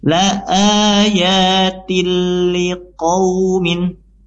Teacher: tanwin tadi tin kasrah melebur langsung masuk secara langsung ke huruf lam tanpa dengung · Term: idgham bila gunnah